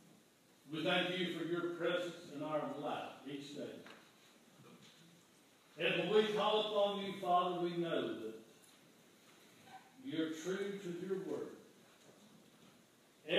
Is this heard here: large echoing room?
yes